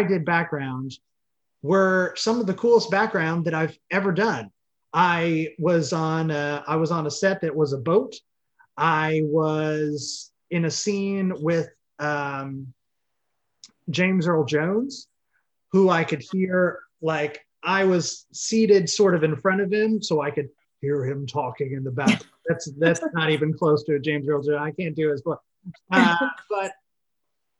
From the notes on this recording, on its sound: Recorded via Zoom